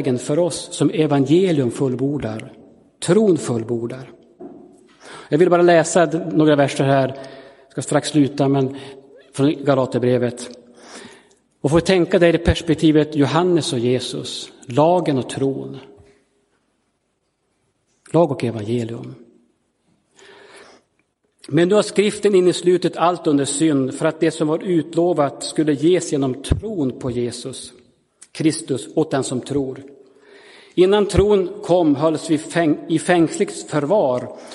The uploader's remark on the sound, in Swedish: Inspelad i Roseniuskyrkan den 11 december 2022.